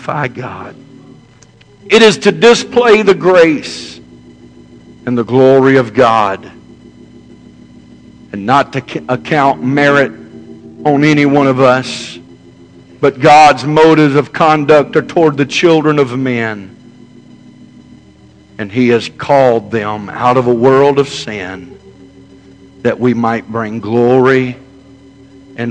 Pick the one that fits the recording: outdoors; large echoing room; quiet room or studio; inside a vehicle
large echoing room